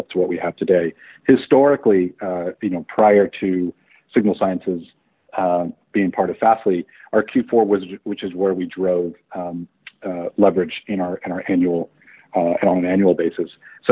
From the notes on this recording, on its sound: Q3 2020 Earnings Conference Call